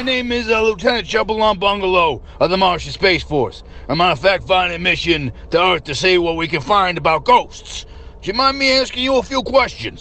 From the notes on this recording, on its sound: A phone call to SFF Chronicles -the official podcast of the world's largest Sci-Fi & Fantasy community.